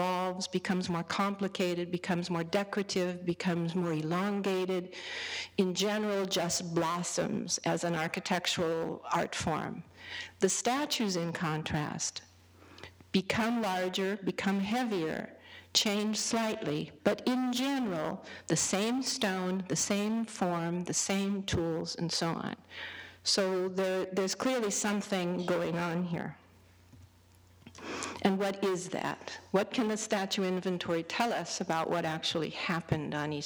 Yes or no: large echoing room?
yes